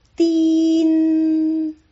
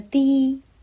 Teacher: 要有前鼻音，如果没有前鼻音就变成了滴 · Shown in: first take